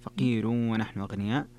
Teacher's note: فقير فيها ترقيق الراء لورش